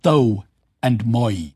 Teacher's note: And when I read it aloud, what I tried to stress was that the older Middle English, long high vowels, oo and e, had not completely turned into the modern diphthongs, ow and I. And so, thou and my, I pronounced like thou and moi. · Term: great vowel shift